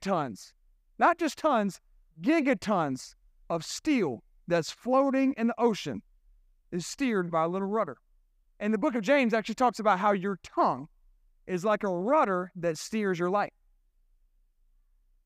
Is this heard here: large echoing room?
yes